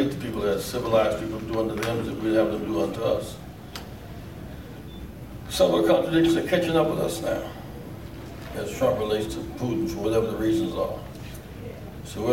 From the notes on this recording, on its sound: Press Conference - June 14 2018 (PUSH Convention). At the 47th Rainbow PUSH National Convention in Chicago.